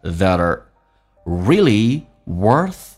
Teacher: 来看一下 that 跟 r 连音 t 要被浊化成 d